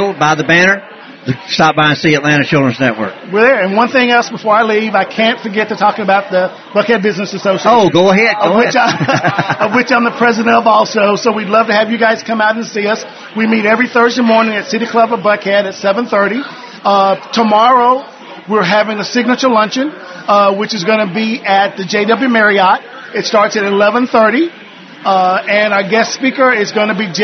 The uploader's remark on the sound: Georgia Business Radio LIVE at the Battery Atlanta. This special taping of Georgia Business Radio was recorded in front of a live audience at Suntrust Park Home of the Atlanta Braves which included interviews with event sponsors, networking and more...